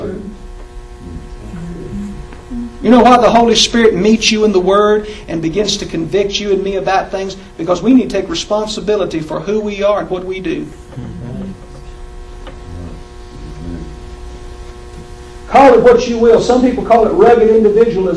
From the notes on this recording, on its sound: In one of the chapel services from my previous Bible College. Please excuse the quality of the recording.